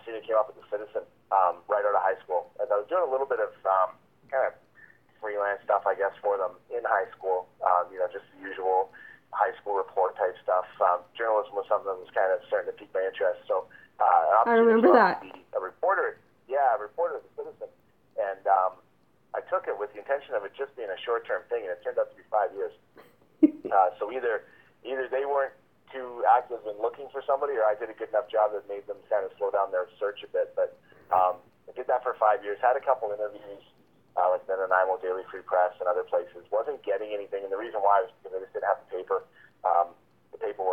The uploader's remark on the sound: from the Nashville Predators calls